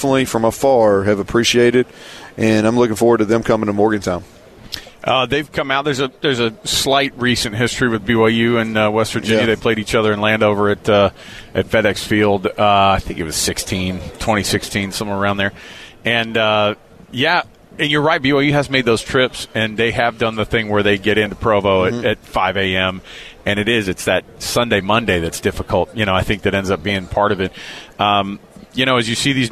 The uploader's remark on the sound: LIVE from Big-12 Media Day